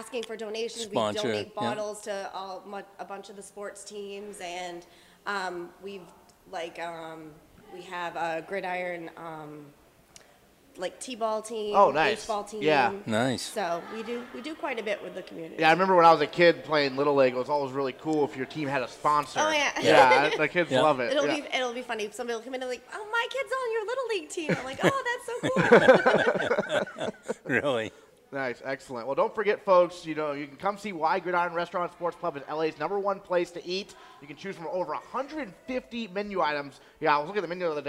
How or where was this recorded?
busy venue